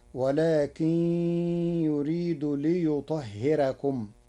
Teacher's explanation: قرأ ورش كلمة ليطهركم بترقيق الراء لوقوع كسر قبلها